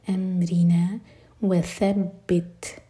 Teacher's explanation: تا ساکن پر ہمس ساتھ جاری رکھیں گے